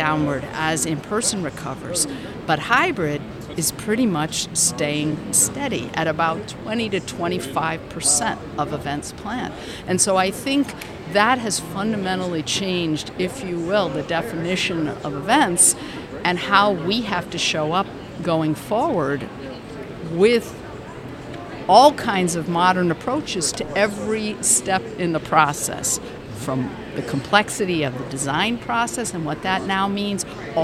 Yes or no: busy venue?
yes